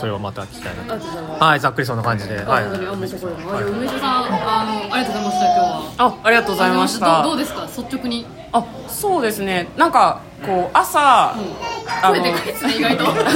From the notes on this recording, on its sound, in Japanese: 打ち上げ in 鳥亭 白金高輪店。赤ちゃんの声が元気いっぱいの音声となっています。